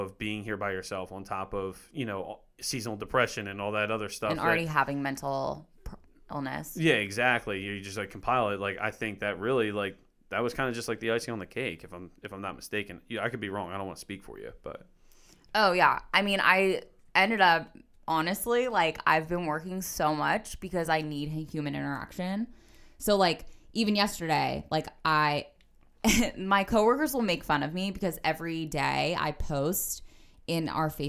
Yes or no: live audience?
no